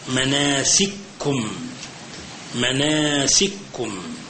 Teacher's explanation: إضغام كبير لأنه متحرك بمتحرك، فلا بد من تسكين الأول وإضغامه في الثاني